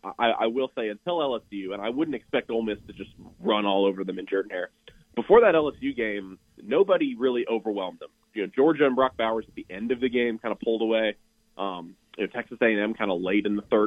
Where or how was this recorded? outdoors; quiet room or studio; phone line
phone line